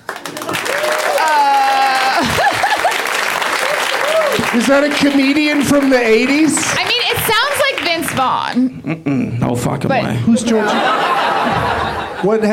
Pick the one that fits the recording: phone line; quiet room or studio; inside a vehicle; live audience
live audience